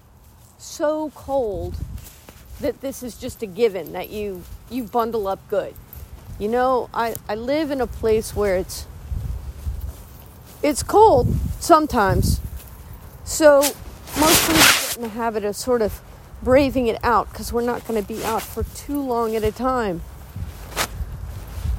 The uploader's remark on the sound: apologies for some icy static-y noise!